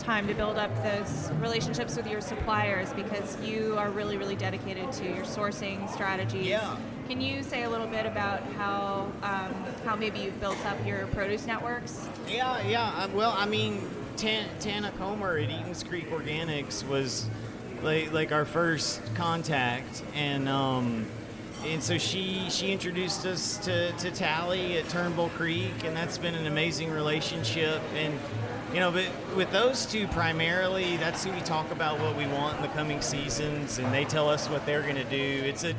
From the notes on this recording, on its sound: Heritage Radio Network on Tour. On the line at City House. At his James Beard Award winning restaurant.